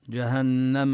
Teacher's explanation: ونبين كذلك غنة النون المشددة